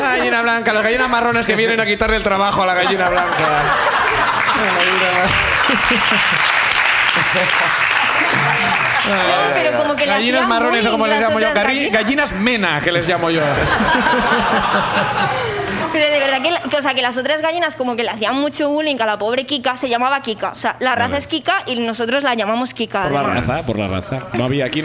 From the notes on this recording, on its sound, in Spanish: Nos pone un audio de whatsapp contando el horror que sucedió en su casa. El público sube a compartir historias.